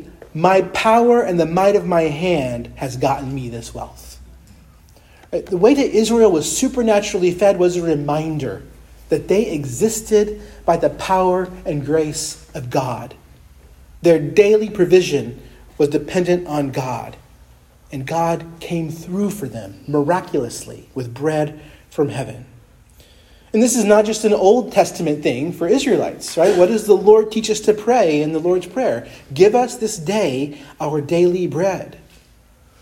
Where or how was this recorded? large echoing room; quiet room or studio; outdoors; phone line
large echoing room